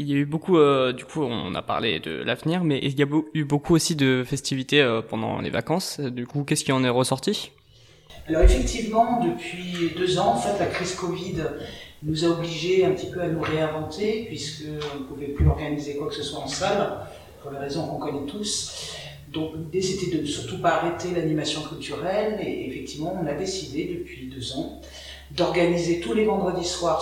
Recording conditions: busy venue